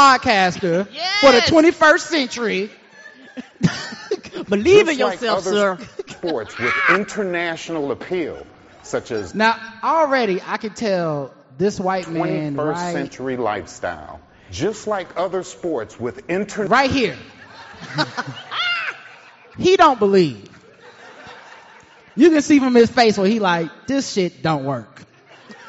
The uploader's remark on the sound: live at the Knight Theater in downtown Charlotte, NC